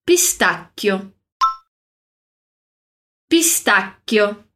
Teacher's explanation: Pistacchio é escrito com dois Cs. Então, a gente vai fazer aquela pausa na pronúncia aqui.